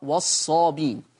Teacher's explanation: يبقى الصابئين تقرأ تحذف الهمزة فتصير الصابين · Term: بحذف الهمزة